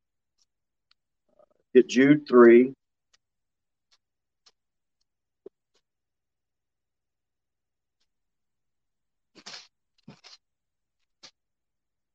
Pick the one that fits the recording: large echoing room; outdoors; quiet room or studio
large echoing room